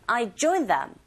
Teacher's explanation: I, 강세 없고요. Join them, 강세 없습니다. Join에만 힘주시면 되겠네요.